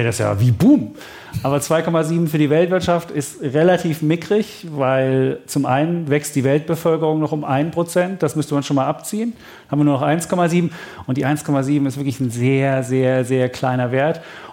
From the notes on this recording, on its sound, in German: Vor Publikum im historischen Journalistenclub.